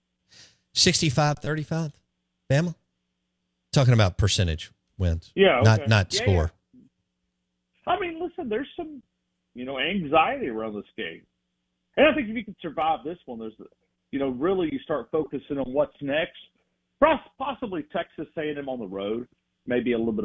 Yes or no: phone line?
yes